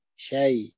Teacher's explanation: فعلى وجه النقل يكون النطق بياء مخففة، شيء ياء مخففة، يعني لأن حركة الهمزة نقلت إلى الياء وحذفت الهمزة فصار النطق بياء مخففة، هذا على وجه النقل.